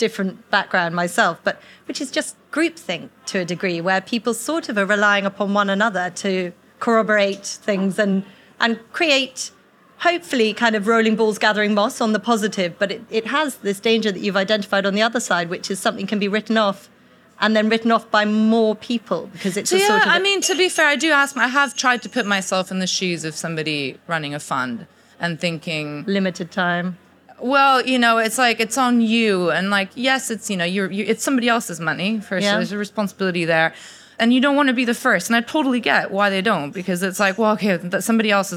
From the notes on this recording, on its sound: Audience Q&A